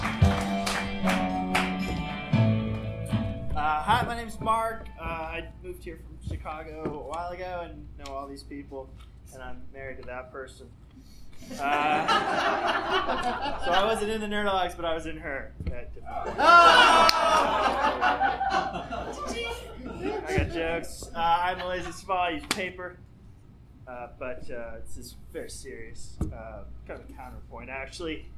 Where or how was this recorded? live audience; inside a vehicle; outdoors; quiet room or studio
live audience